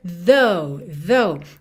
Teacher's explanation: esse TH do começo é o TH vocalizado. Lembrando que quando a gente vê um TH, normalmente a gente vai ter linguinha lá nos dentes da frente, aqui.